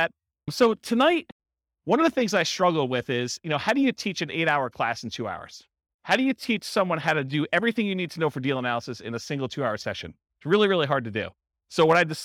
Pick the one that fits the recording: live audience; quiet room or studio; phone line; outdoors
live audience